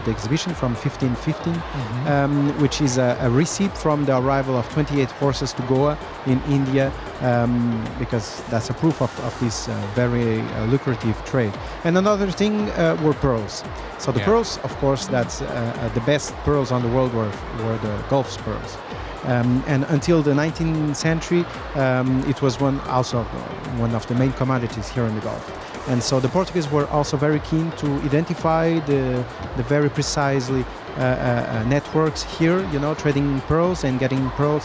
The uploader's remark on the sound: Live from SIBF 2023